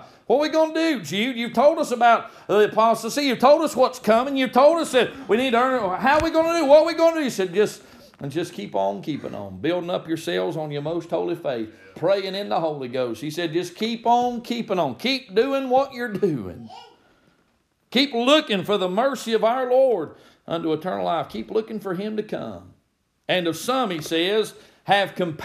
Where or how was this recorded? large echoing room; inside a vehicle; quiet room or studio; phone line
large echoing room